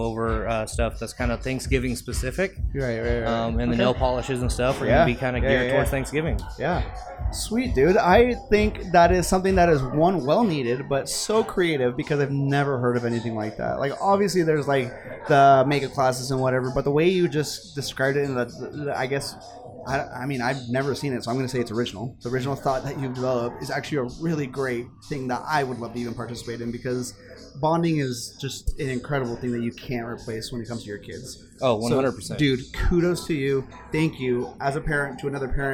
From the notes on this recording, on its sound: This podcast was recorded at the Rapunzel Salon and Spa in Boise, Idaho live. The event was a 21+ Trunk or Treat where local businesses, and community members came together to have a good time enjoying what Boise has to offer.